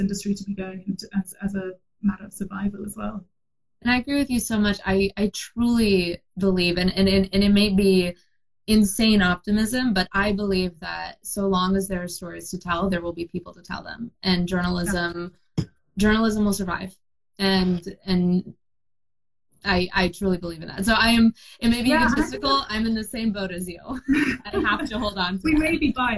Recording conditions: video call